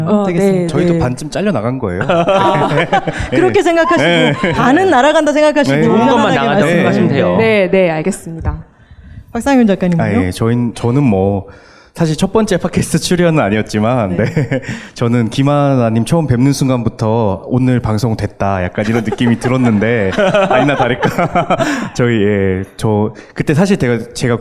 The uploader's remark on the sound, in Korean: 2019 젊은작가 X 책읽아웃 공개방송 대망의 1부!